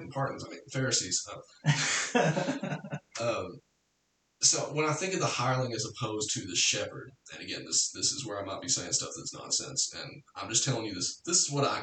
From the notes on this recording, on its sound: Apologies for the weird echo in this episode. We're using Season 1 of Cross Training to experiment with different recording hardware/software, so sometimes a mistake will rear its ugly head.